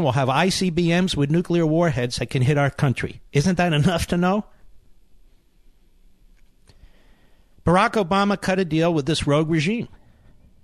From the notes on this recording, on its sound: calls